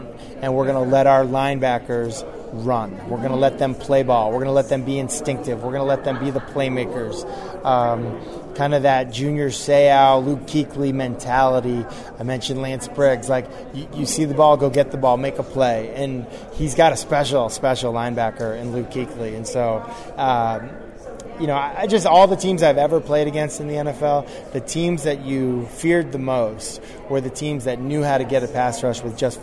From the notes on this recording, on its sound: Day 2 of ACC Kickoff live from Charlotte.